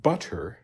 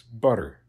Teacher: And that's that kind of tapped R that only, not really fully trilled like a brr, but just a quick little tap · Shown in: second take · And that's kind of the R that we're talking about here in Latin, usually.